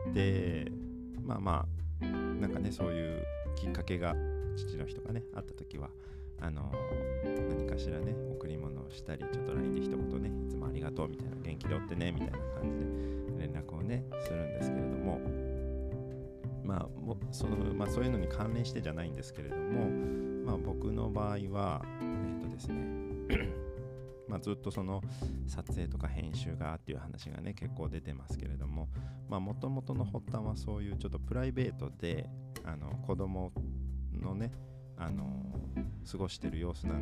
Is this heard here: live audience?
no